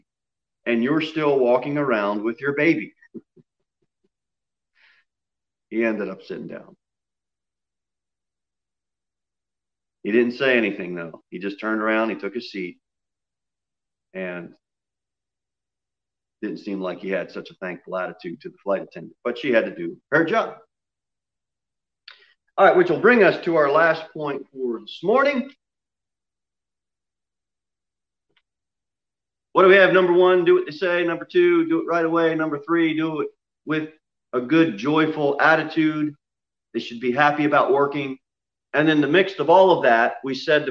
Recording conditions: large echoing room